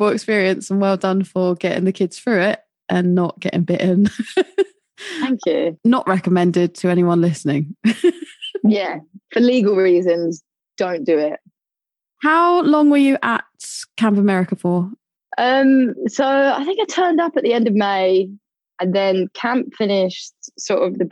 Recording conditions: video call